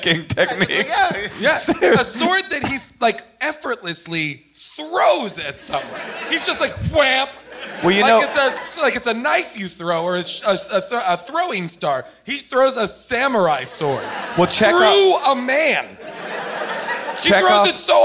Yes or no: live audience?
yes